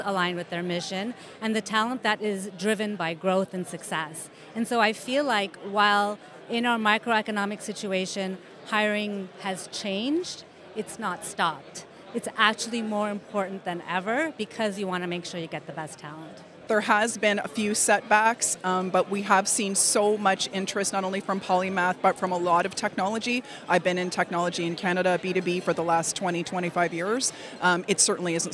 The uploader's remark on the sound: Highlights from SaaS North 2023. The event heard from key players in the Ottawa community. Took viewers to the event with him, getting reaction and highlights.